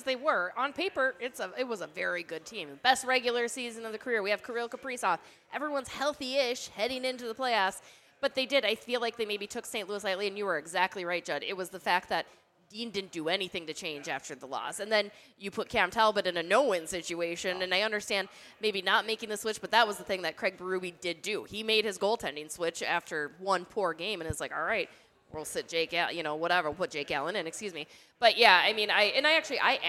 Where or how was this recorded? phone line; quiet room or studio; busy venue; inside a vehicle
busy venue